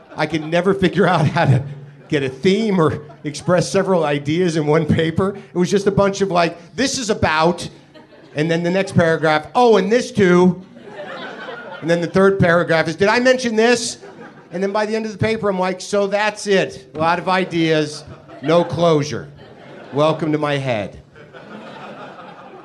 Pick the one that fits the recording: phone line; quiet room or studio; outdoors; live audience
live audience